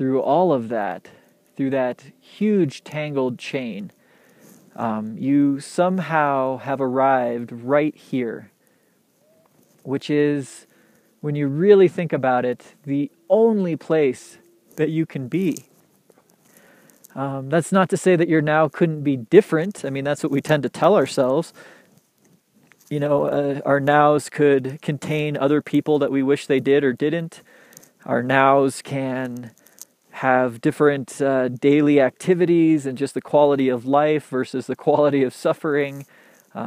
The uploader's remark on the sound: Recorded on the side of a mountain, in the trees in waist deep powder